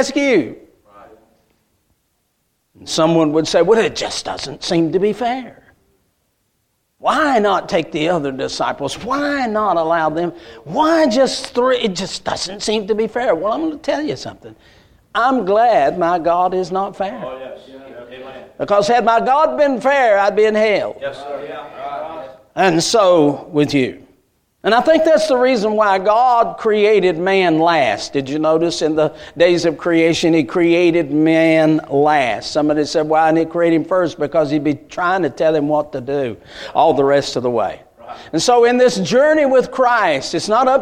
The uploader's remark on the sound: A message Preached at Crossroads Baptist Church